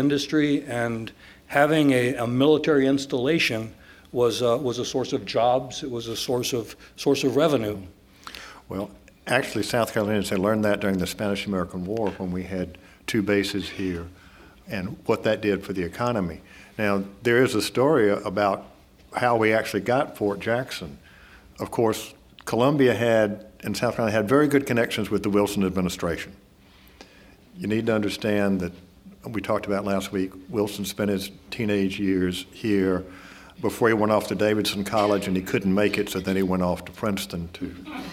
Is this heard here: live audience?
yes